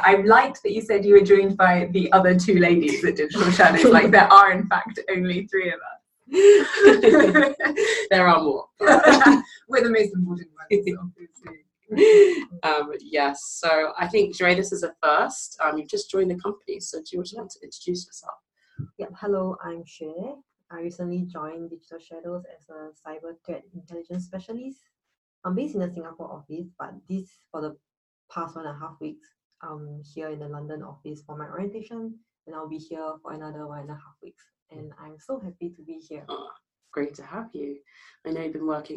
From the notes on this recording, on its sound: Apologies for some audio issues this week - we are working on a fix!